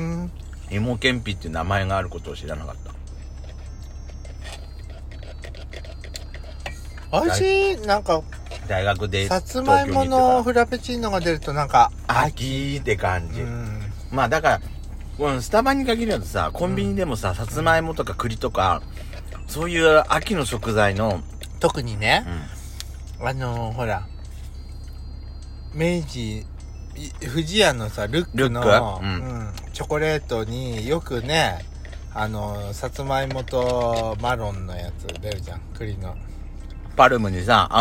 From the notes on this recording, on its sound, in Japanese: パーキング収録